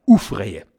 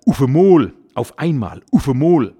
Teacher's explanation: Ganz oft wird das Au durch ein U ersetzt